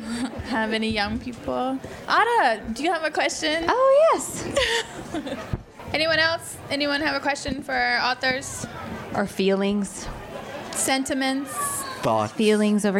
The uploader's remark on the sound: remarks made at the 2018 Tucson Festival of Books at the Nuestras Raices